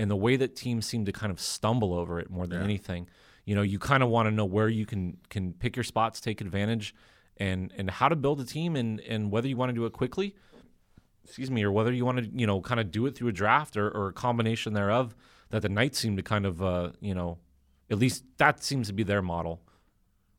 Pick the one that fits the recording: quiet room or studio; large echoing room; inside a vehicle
quiet room or studio